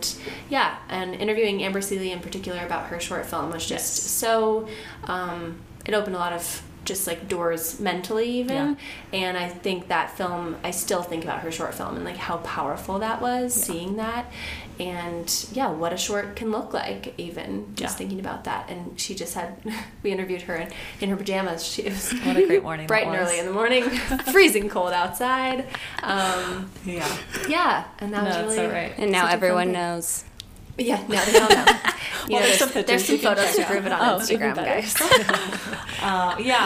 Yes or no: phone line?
no